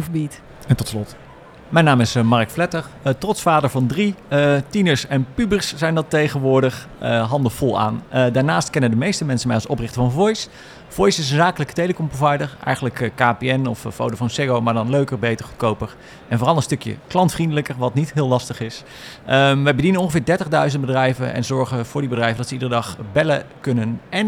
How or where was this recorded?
busy venue